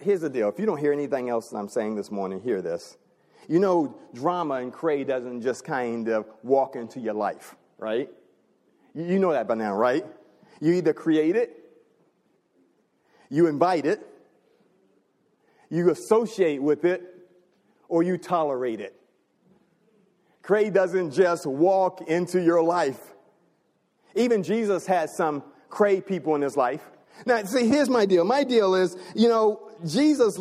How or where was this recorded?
large echoing room